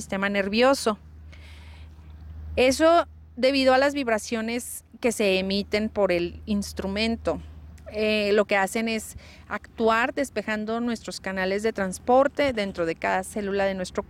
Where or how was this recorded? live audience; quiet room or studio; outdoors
outdoors